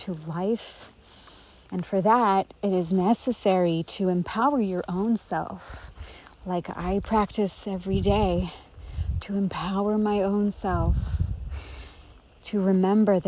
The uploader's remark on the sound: recorded in Crete among the cicadas of a forest